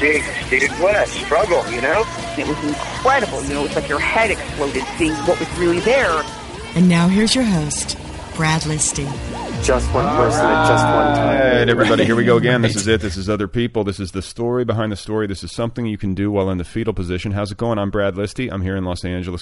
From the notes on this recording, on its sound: Spoke by telephone. He was at home in London.